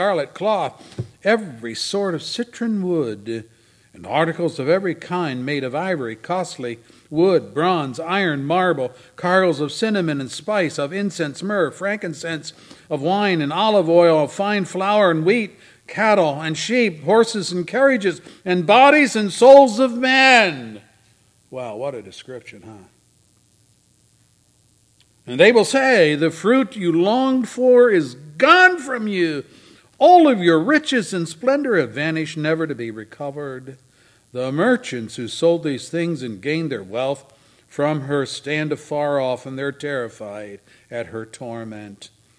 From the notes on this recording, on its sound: services recorded at Thornville Baptist Church